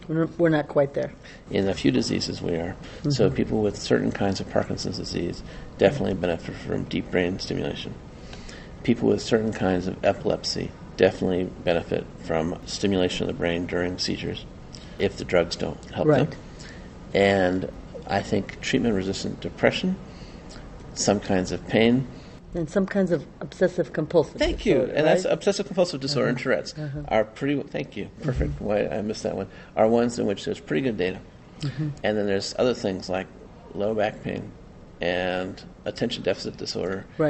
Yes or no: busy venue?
yes